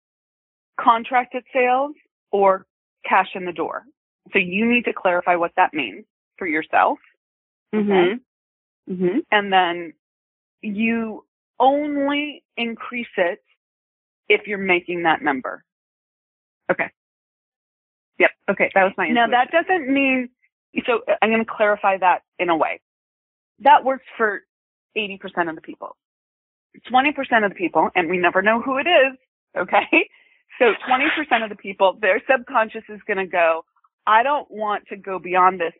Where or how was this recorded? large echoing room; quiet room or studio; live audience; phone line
phone line